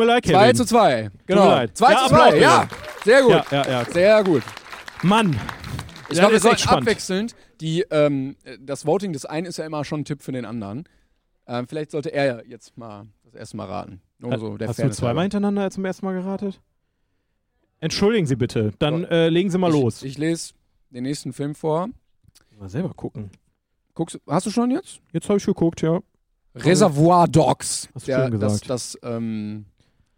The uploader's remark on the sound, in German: Jede Folge wird live vor Publikum aufgeführt